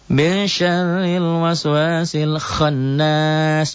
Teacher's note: Dibaca dobel, dengung ke hidung, ditahan. 1 alif sampai 1 alif setengah. · Term: gunnah